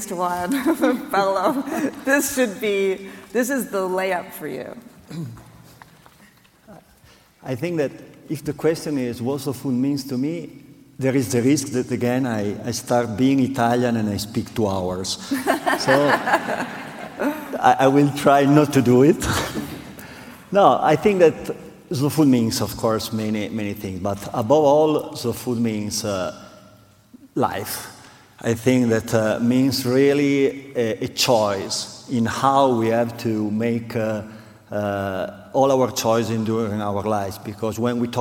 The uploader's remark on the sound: Keynote Conversation at Slow Food Nations 2019.